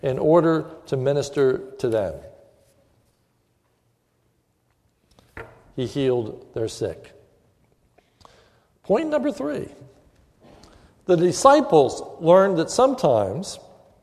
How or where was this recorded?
large echoing room